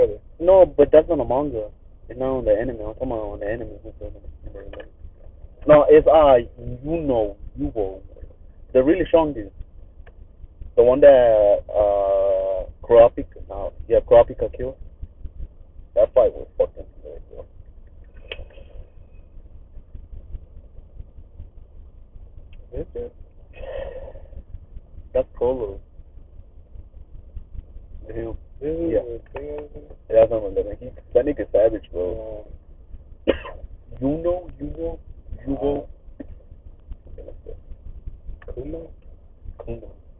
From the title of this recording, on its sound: The audio is fucked up